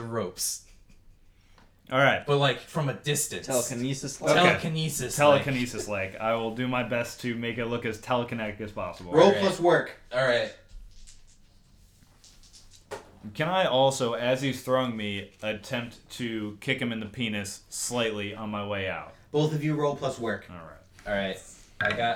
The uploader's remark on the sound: Sorry about the echos in this episode hopefully we can get it mitigated by next week.